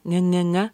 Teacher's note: There's no G sound in an ing. It just represents ng-ng